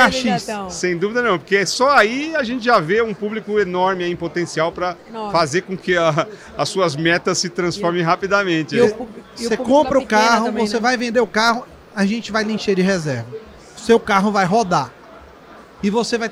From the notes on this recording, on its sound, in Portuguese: Episódio gravado durante a ABF Expo 2022, em São Paulo - SP.